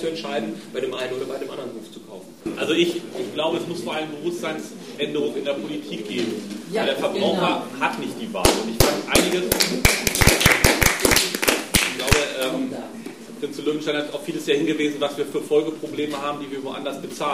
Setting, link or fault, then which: setting, live audience